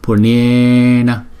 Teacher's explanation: chúng ta đọc là cong lưỡi lại và búng ra